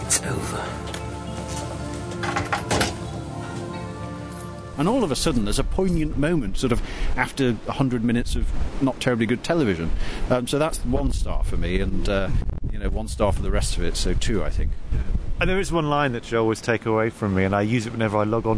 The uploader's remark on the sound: We're on foot and on location in Hambleton for a historical special!